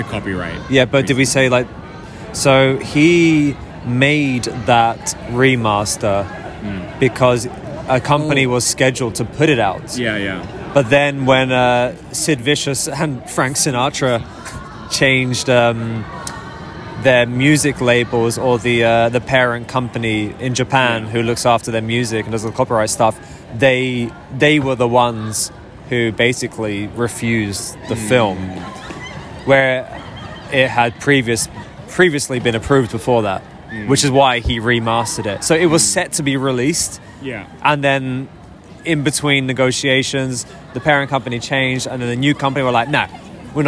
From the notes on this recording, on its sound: So, at this point we're like ten beers in and recording the middle of a vomit-strewn Shinjuku street.